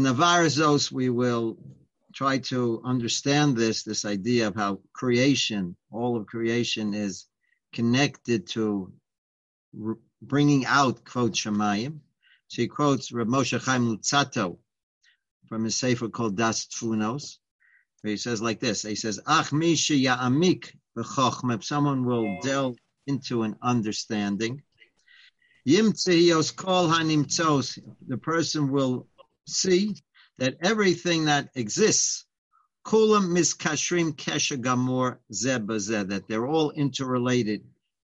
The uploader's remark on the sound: Live On Zoom